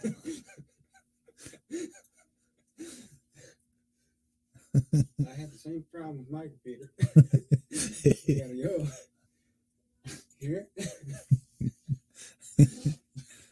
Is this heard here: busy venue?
no